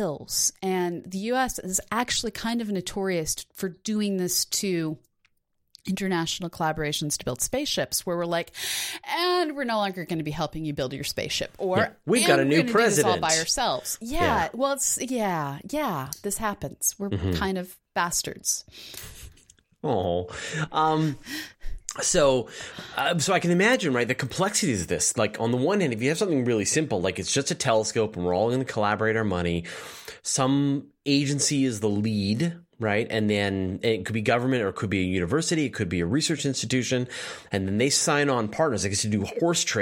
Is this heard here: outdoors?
no